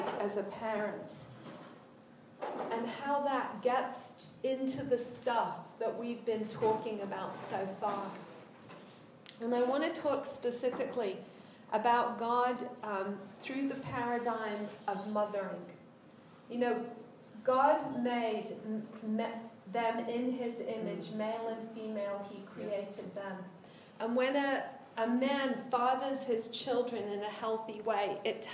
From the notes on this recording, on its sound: was our speaker at the New Day Shine Women's Retreat for 2019, located at Miracle Camp in Lawton, MI.